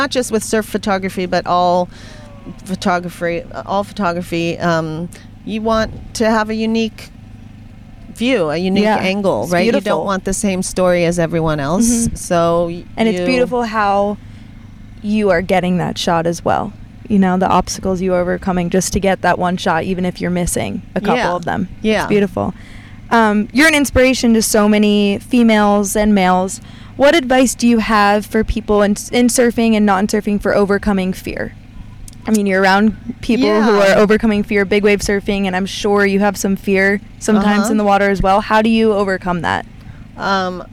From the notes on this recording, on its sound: from my car!